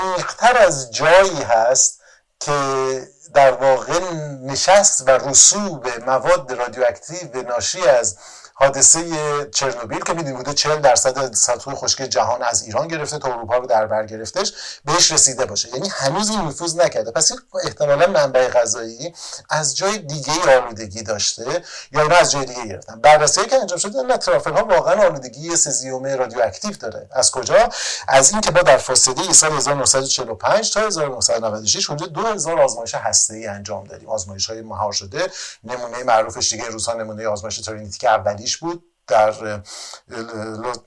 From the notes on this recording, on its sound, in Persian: متاسفانه به دلیل مشکلی پیش بینی نشده ،صدای این قسمت کیفیت پایینی دارد که فرصت برای اصلاحش پیش نیامد.